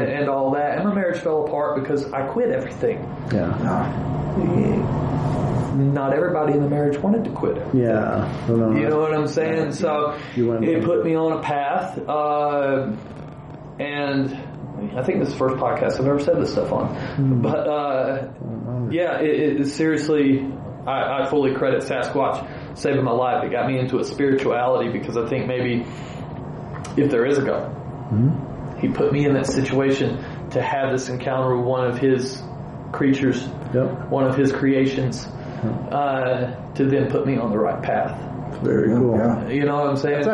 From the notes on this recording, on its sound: This is an on-site interview, so please excuse the audio quality.